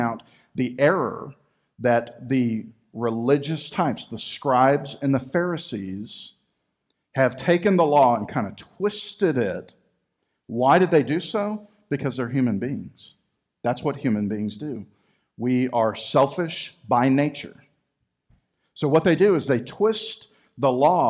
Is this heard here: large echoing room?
yes